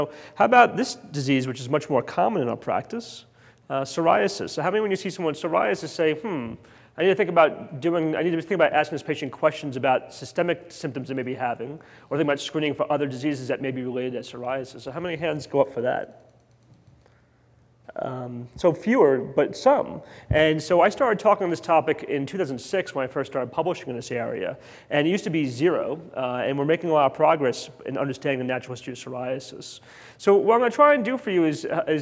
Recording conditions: live audience